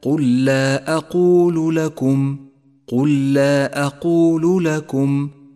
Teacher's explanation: وهو مد جائز اخترنا قصر مده على حركتين تسهيلا على القارئ المبتدئ، وقد ميز باللون البرتقالي إشارة إلى زمن وموقع المد. · Term: مدا منفصلا